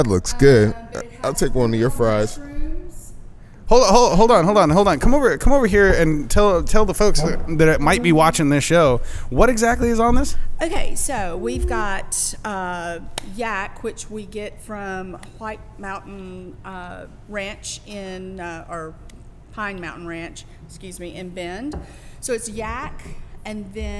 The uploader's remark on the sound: We go live at The Groaning Board Pub and dive into the menu so hard it almost derailed the show!!!